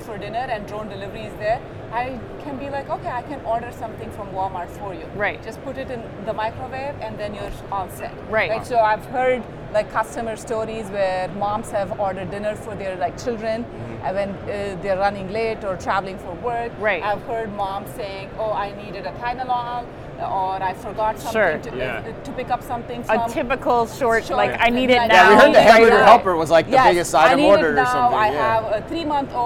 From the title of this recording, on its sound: Live From NRF 2024